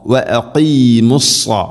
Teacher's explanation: സ്വാദ് ഉച്ചരിക്കുന്ന സമയത്ത് നാവിൻ്റെ മധ്യഭാഗം അണ്ണാക്കിലേക്ക് ഉയർന്നു നിൽക്കണം, ഹെവി ആയിട്ട് ഉച്ചരിക്കണം, സ്വരഭാരത്തിൽ ഉച്ചരിക്കേണ്ട അക്ഷരമാണ് സ്വാദ്. ഇവിടെ സ്വലവാത്ത സക്കവാത്ത എന്ന് രൂപത്തിൽ ഓതരുത്.